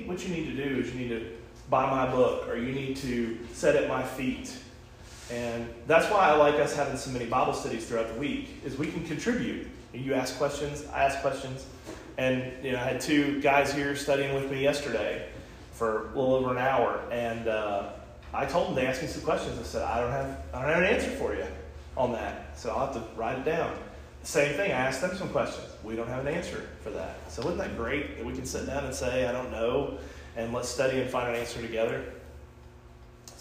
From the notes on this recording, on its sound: This podcast was recorded at the Summerdale Church of Christ.